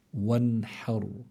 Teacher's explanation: فلو نظرنا من لي إلى الحرف الذي قبلها الحاء وعلى فتحة، فإذا الراء هون تكون في حالة التفخيم، فنقول وانحر، بس ما منفخم الحاء، نرقق الحاء لأنه من حروف الاستفال